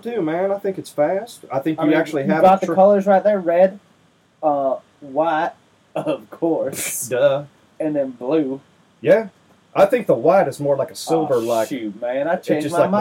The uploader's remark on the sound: Sorry about the shit audio.